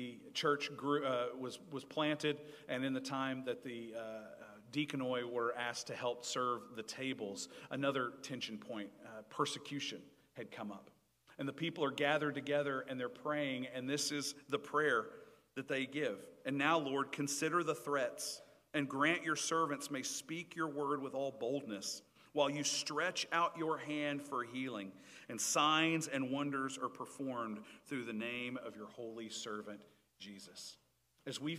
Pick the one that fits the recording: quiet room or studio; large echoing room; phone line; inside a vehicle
large echoing room